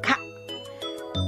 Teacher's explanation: ベロの奥に力を入れて軟口蓋が持ち上がることで発音できるカ